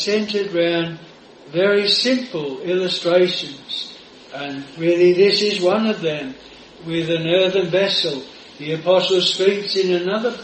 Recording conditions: large echoing room